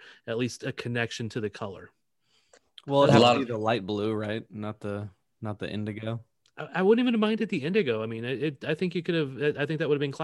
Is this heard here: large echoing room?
no